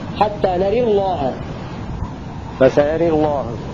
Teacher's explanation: الأول فتح الراء مع تفخيم لام لفظ الجلالة حتى نرى الله جهرة فسيرى الله عملكم. الثاني الإمالة مع تفخيم لفظ الجلالة